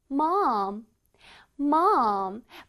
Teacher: 그 다음에 오 소리를 길게 내줄게. 어 하고 끝에 또 M이 있으니까 입을 다물어 줄 거예요.